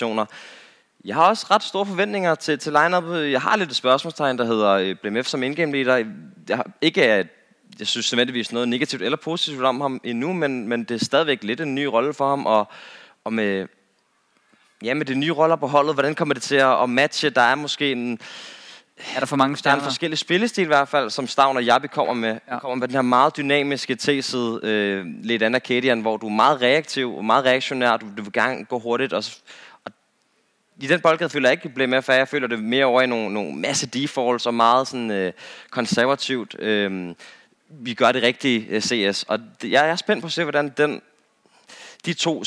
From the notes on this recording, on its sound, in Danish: Vi er live fra CGW med (KÆMPE) publikum